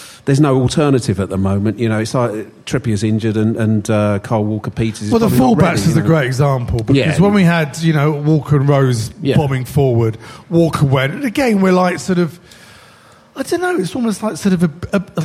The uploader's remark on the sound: LIVE from Dingwalls in Camden!